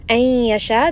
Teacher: this is going to be غنة. Merge these two together.